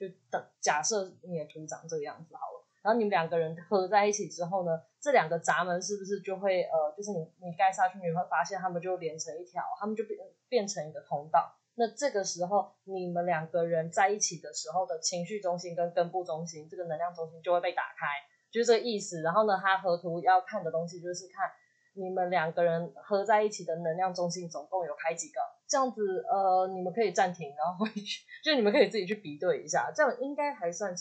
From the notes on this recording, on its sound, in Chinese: 本集因錄製時忘記轉換麥克風，音質不太好，敬請見諒～（這集已經重錄兩次啦）。